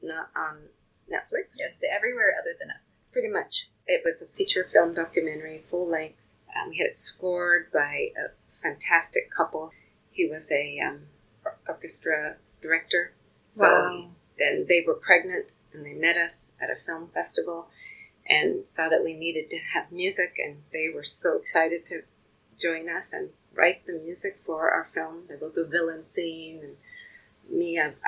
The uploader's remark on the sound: We apologize for any poor audio quality during this episode.